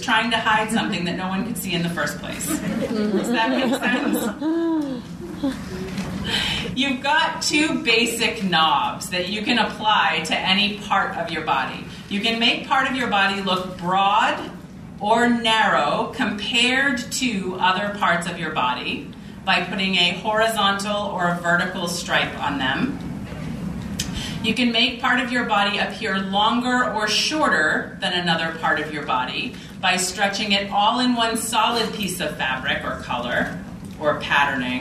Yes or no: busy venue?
yes